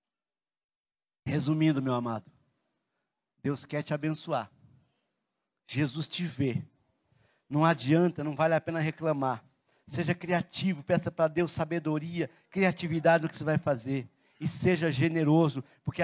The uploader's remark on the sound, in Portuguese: na Igreja ABA Curitiba (Transmitido ao vivo)